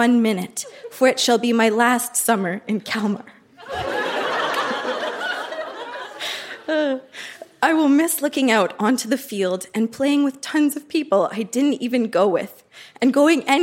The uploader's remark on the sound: Recorded live at The Rec Room in Edmonton.